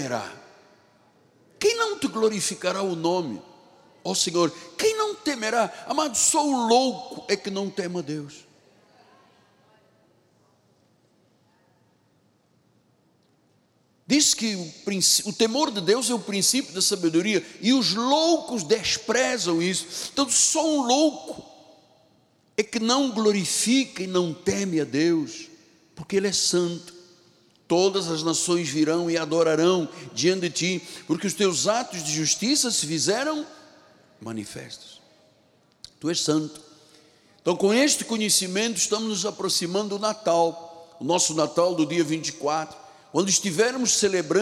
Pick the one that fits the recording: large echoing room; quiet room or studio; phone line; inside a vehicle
large echoing room